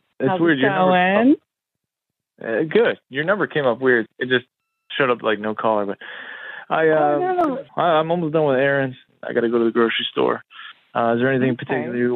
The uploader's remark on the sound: we’re doing an Awkward Tuesday Phone Call!